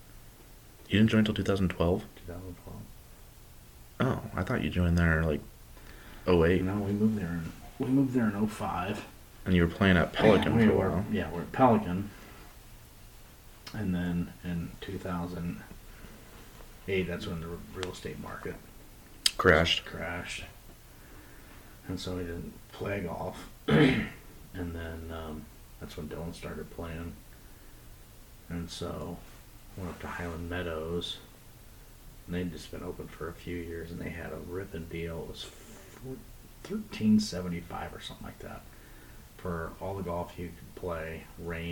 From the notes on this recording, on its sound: The audio is horrendous on this, so I apologize ahead of time for that. If you can manage to get past the bad sound quality, it's a pretty good episode.